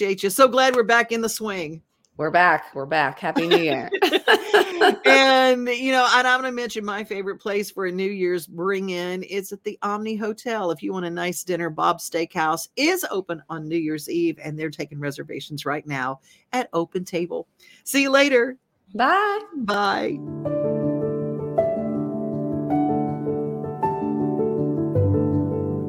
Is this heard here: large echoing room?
no